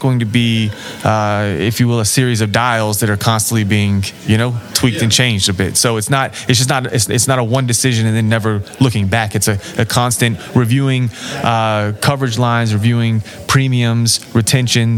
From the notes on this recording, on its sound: This interview was recorded at the 2023 South Carolina Captive Insurance Association Conference in Charleston.